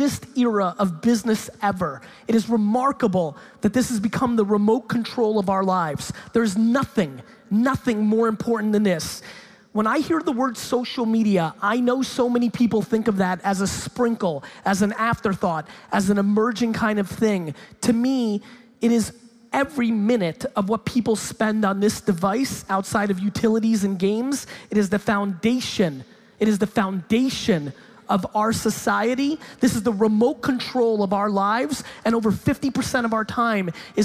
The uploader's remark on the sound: In this keynote I stop in Hamburg, Germany for a talk at the Online Marketing Rockstars Expo. Keynote/Q&A.